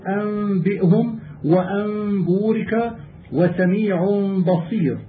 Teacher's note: قلب النون الساكنة والتنوين ميما مخفاة قبل الباء الموحدة مع بقاء الغنة الظاهرة · Term: الإقلاب